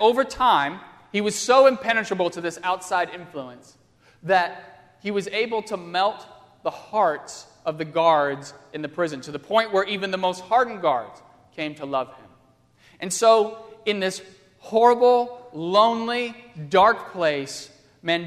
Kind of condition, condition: setting, large echoing room